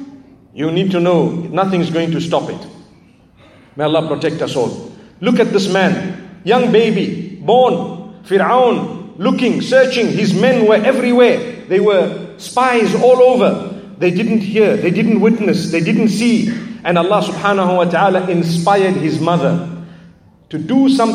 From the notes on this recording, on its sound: This is a lecture delivered at the Aayaat Conference by Connect Institute in Manila, Philippines.